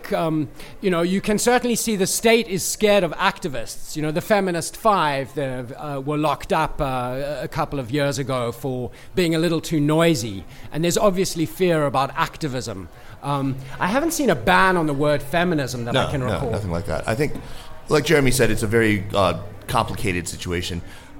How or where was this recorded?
live audience